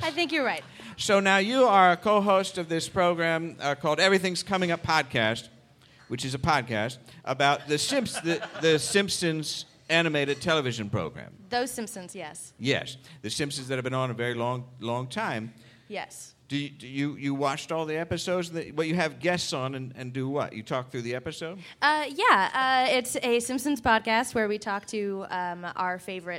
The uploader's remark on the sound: Live From SF Sketchfest. Marches into the rain-soaked streets of San Francisco for a special live edition of the program at the 16th Annual SF Sketchfest, presented by Audible.